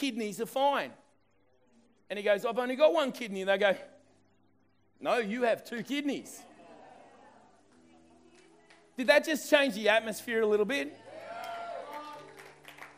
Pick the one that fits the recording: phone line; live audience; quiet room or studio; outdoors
live audience